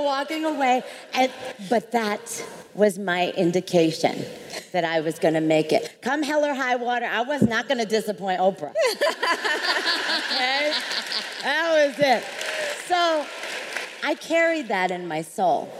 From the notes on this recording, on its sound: LIVE! at RISE Minneapolis. Sit in on one of our AMAZING panels from RISE Minneapolis.